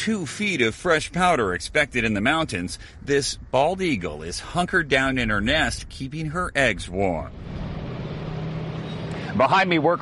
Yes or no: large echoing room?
no